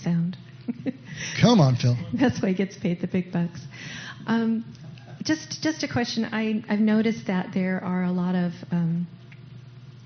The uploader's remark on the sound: we held a third live question and answer session in place of a message/teaching